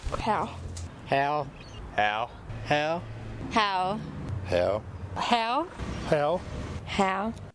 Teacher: in Australian English again the mouth is more closed and it's more like an E